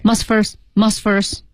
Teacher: 我们看 must first 这两个音呐、啊、都被压缩了，却把关键词保留住了